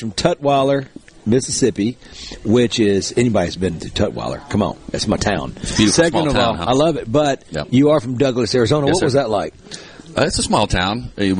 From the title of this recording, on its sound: Live! at the Delta Soul Charity Golf Tournament